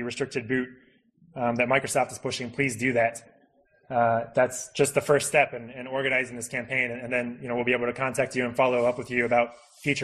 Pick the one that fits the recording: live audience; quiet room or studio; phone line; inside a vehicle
live audience